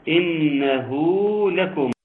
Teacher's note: مد صله صغرى يمد بمقدار حركتان